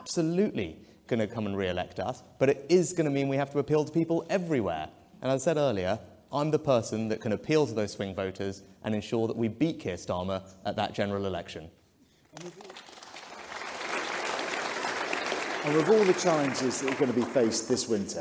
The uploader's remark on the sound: a series of questions from members of the audience